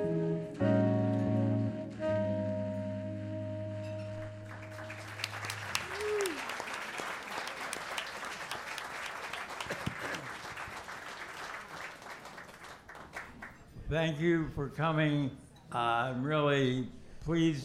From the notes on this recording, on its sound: Recorded live at The Jazz Kitchen in Indianapolis.